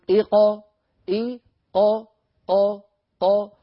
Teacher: فتخرج القاف بالتباعد بين أقصى اللسان وما يحاذيه من الحنك اللحمي · Term: القلقلة